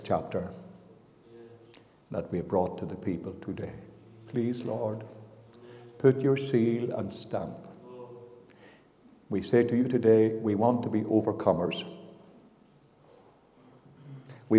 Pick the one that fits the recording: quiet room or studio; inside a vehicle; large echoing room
large echoing room